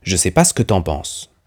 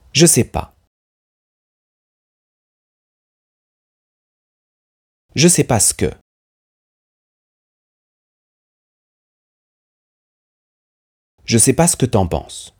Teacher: Les deux mots « ce » et « que » ont fusionné en un seul